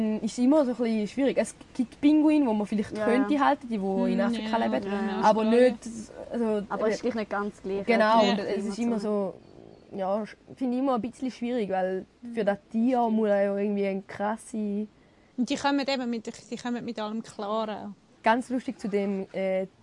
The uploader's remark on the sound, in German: Es ging an einem regnerischen Tag nach Arth-Goldau in den dortigen Tierpark. Erzählen sie in dieser Folge sozusagen live aus dem Park.